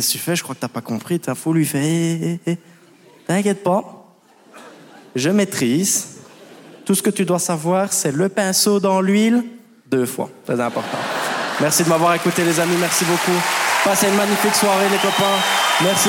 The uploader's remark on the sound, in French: Montreux Comedy Festival 2023. Il expose le génie belge sur la scène du Montreux Comedy Festival.